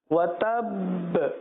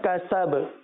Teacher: پہلا کلکلہ مشدد تشدید والا ہے وتب، اور دوسرا جو ہے وہ ساکن کلکلہ ہے کسب